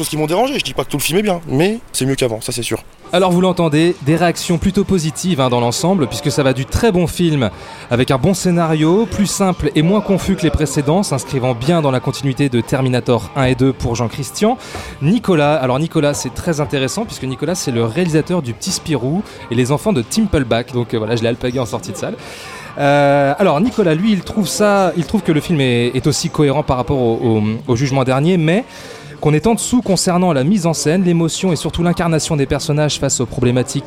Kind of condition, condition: setting, busy venue